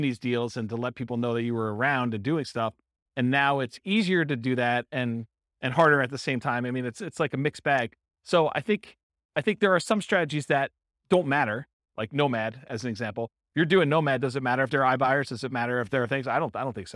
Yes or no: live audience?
yes